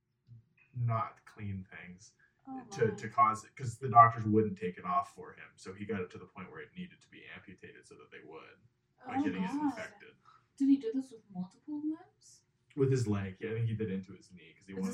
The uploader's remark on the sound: Note: Apologies for the low audio quality, we are still figuring things out!